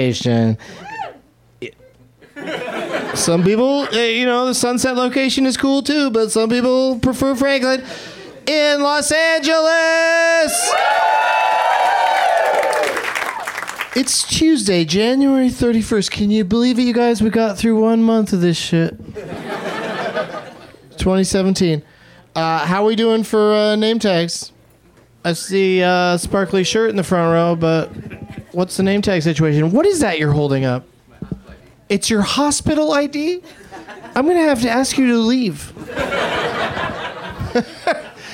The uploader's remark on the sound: Live from the UCB Franklin in Hollywood